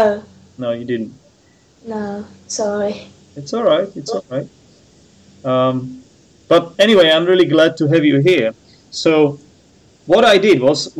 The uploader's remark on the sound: called on skype